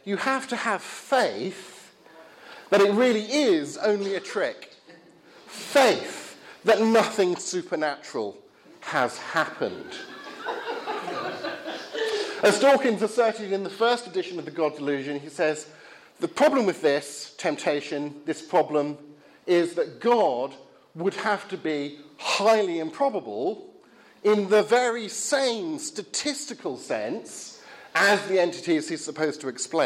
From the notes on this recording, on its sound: Talk from the Reasonable Faith series at Highfield Church Southampton, Sunday 9th October, 2016.